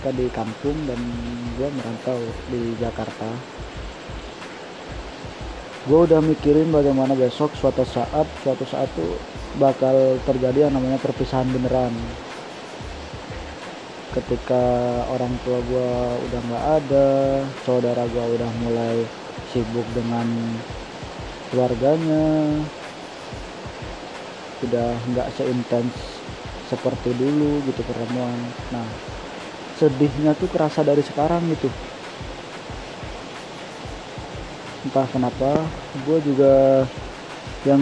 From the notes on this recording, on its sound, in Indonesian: Btw ini direcord berbarengan sama turunnya hujan.